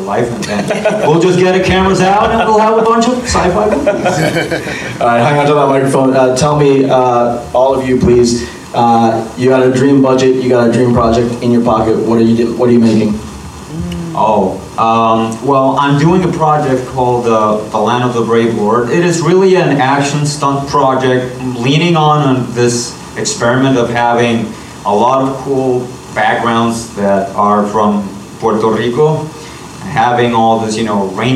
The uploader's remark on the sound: From the Urban Action Showcase & Expo 2023, the Kung Fu Drive-In Podcast hosted the BEHIND THE ACTION Panel